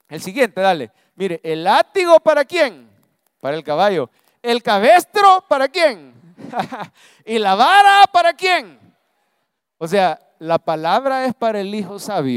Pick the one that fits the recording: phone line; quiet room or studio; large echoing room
large echoing room